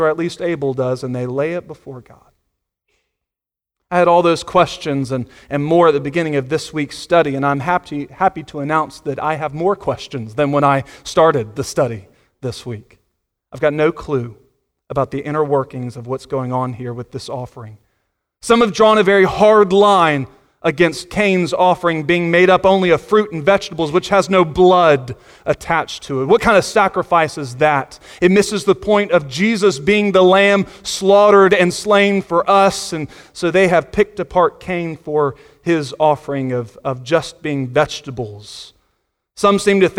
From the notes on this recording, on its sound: Sunday Morning Sermon Audio